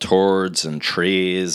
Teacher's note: we don't really pronounce our H's, so you're going to hear a lot of turds and trees and things